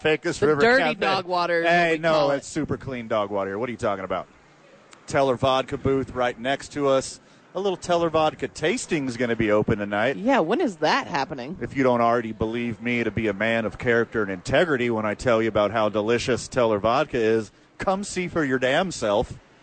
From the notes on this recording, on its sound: live from Isotopes park.